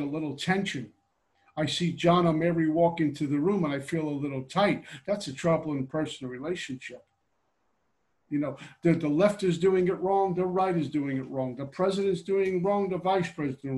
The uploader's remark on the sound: Gives a zoom pitch on Steps 2-3 for The Backroom Group out of Hamilton, Ontario.